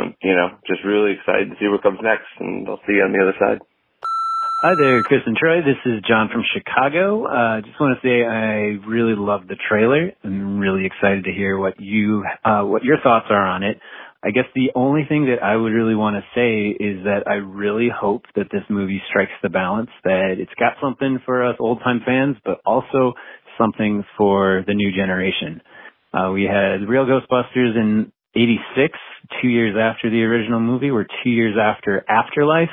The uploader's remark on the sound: we’re opening up the phone lines to you